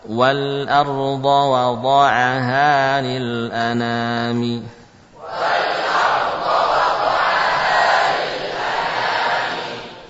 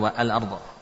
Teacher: Karena hamzah tidak lagi dibutuhkan. Cukup dengan adanya wawu, ya, lam sukun bisa berbunyi. · Shown in: first take